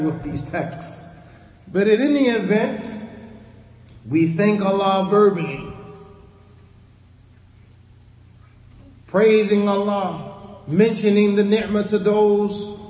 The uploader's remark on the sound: Lecture given at Masjid Nur Allah, Queens, NY